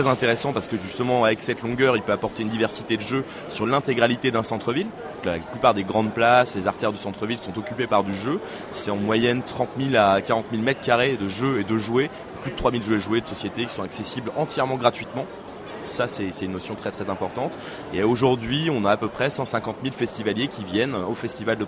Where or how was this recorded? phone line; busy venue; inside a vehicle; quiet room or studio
busy venue